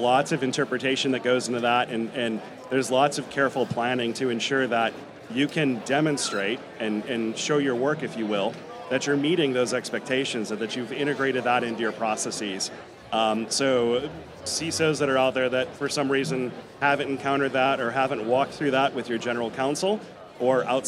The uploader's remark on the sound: Live from BlackHat 2023